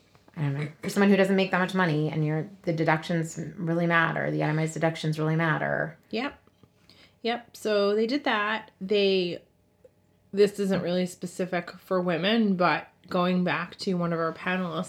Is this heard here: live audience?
no